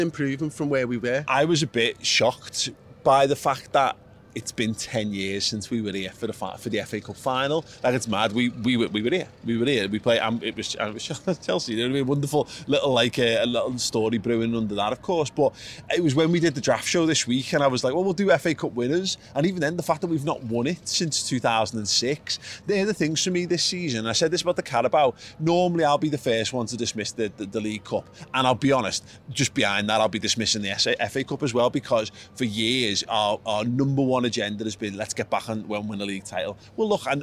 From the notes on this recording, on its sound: outside Wembley Stadium the day before the FA Cup Final